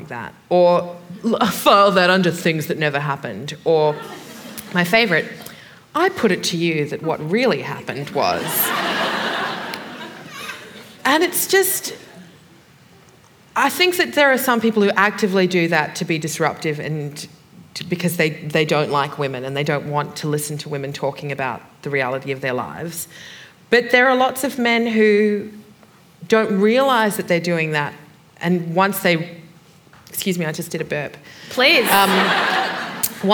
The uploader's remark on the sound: This is a live recording from our event.